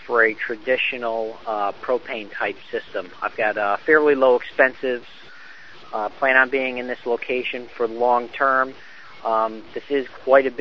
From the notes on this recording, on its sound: Call in friday